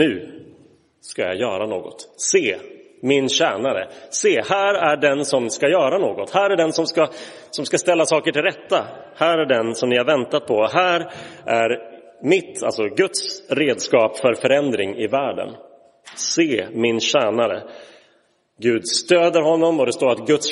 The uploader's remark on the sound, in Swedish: Inspelad i Roseniuskyrkan den 7 januari 2023.